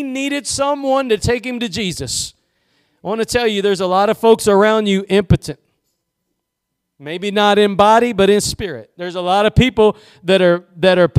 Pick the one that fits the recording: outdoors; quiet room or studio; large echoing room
large echoing room